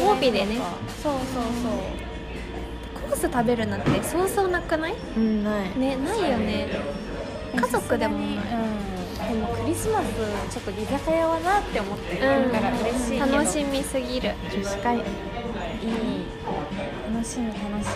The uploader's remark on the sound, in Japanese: 記念すべき第1回目は、なんと3人の仕事終わり、次の予定まで1時間という時間に追われながらフレッシュネスバーガーで撮りました。雑音がすごいです、ガザガサしてるのは食べながら撮っているからです。